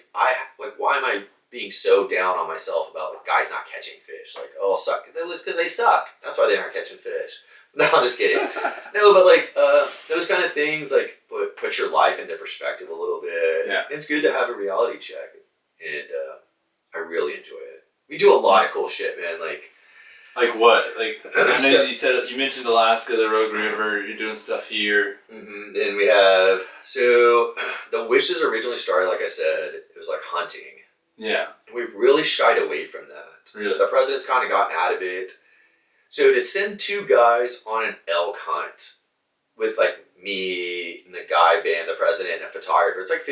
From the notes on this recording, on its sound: I lost the audio files to this podcast and had to use the audio from camera microphones.